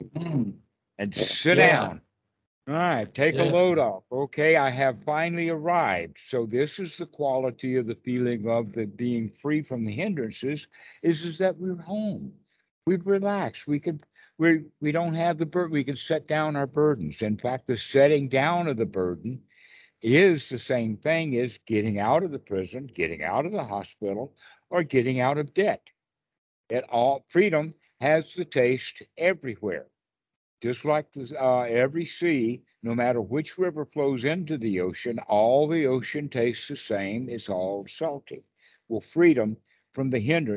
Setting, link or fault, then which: link, video call